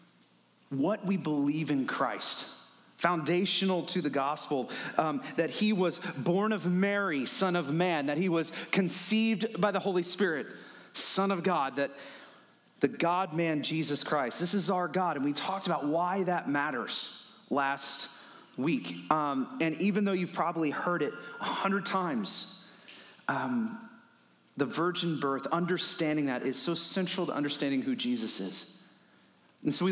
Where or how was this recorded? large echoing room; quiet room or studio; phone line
large echoing room